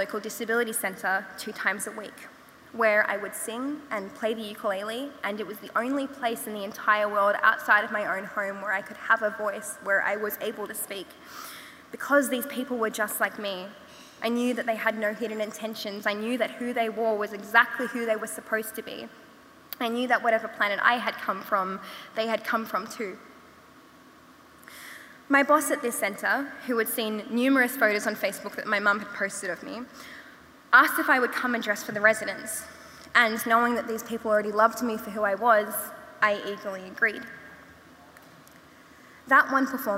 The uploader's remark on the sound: We revisit 2022's inaugural Opening Night gala event at Melbourne Town Hall. This event was recorded at Melbourne Town Hall on Wednesday 2 November 2022 as part of the Wheeler Centre’s Spring Fling Opening Night: Lightbulb Moments.